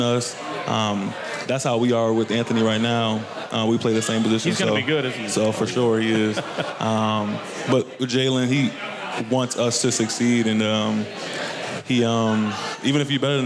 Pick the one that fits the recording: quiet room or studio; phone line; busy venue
busy venue